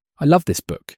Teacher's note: The stress on love shows how much you like the book. · Term: sentence stress